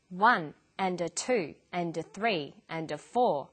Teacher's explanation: the words I'm stressing are the numbers 1, 2, 3, 4. The less important words are squeezed in between the beats.